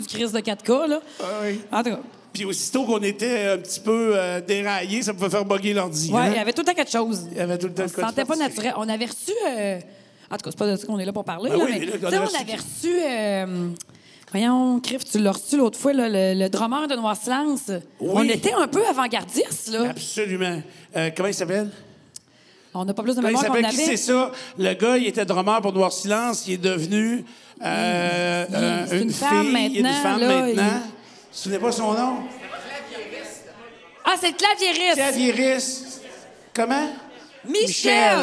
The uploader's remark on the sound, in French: Cet épisode a été enregistré devant public Chez Roger Bon Temps à Québec.